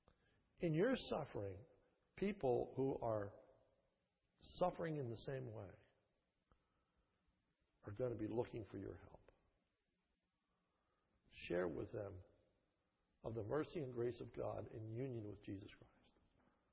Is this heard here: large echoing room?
yes